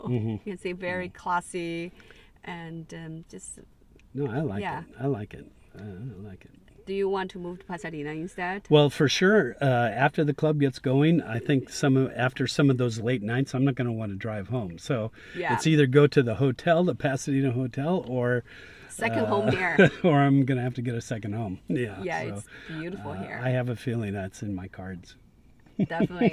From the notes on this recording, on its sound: Cat Jam In The Car.